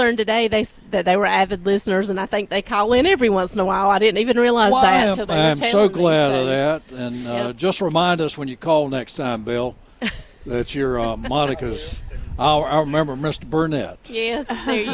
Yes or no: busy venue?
yes